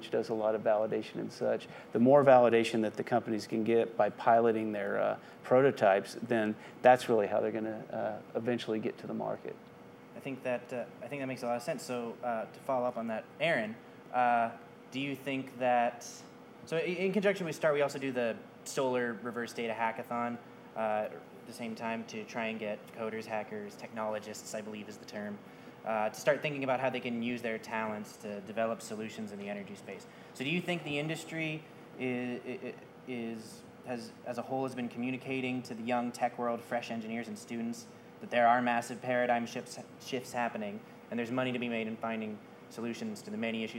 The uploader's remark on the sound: It's our first ever live show! Up on stage at the One World Theater in Austin.